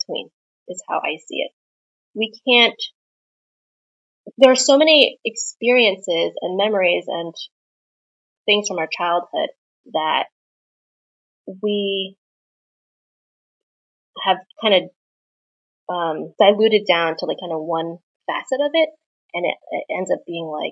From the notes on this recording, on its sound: My apologies for the audio quality in this episode. I forgot to plug in my microphone and was using my computer.